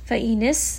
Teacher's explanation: sin is going to have safir.